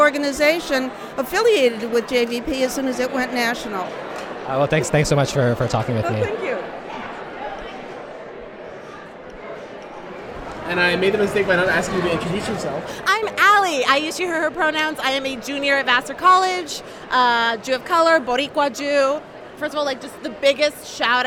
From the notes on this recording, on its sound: We went to Chicago last month for the Jewish Voice for Peace National Members Meeting! We brought a recorder with us and put together an audio collage of our experience. Our trip to the Haymarket Martyrs' Monument.